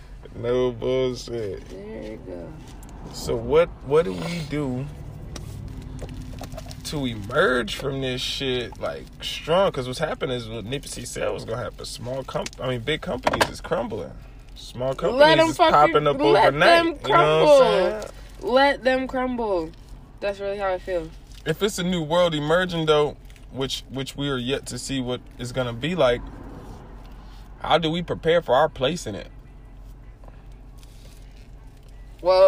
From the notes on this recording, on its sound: This episode was recorded outside.